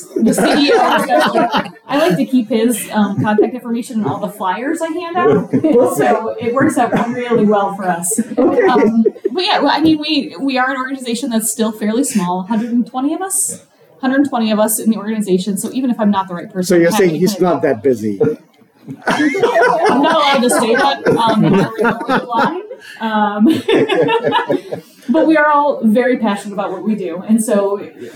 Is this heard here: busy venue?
yes